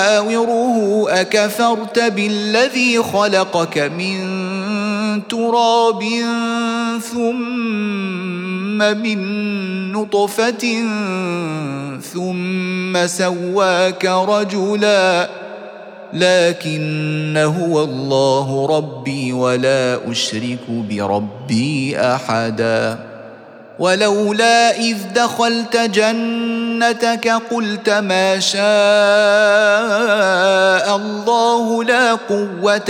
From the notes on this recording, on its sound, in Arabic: سورة الكهف مسجلة في مسجد فاون - بكندا.